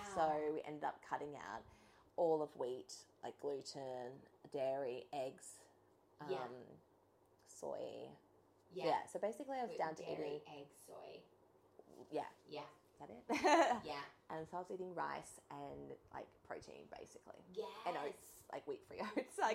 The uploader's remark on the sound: SORRY FOR THE CRAPPY NOISE! Tech difficulties.